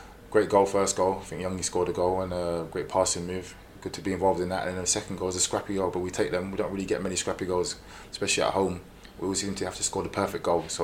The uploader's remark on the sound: Managers Post Match Press Conference.